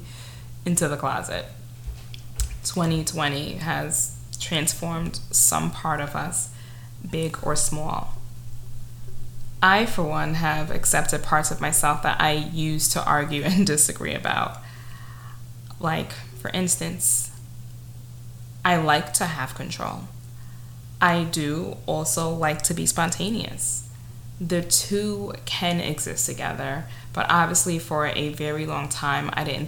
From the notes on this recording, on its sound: Yet another imperfect recording is that my upstairs neighbor was involved the entire time! The bricks on his feet and major movement.